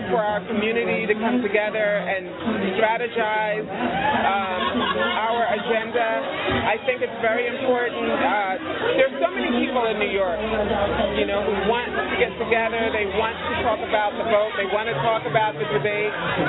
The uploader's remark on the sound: Election Night Watch Party-Live From one of Harlem's most historic sites, The Malcolm X and Dr. Betty Shabazz Memorial Educational Center!